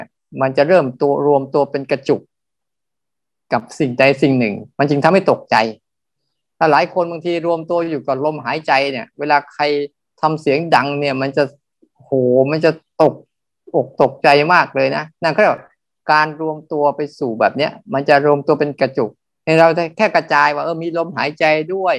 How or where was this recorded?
video call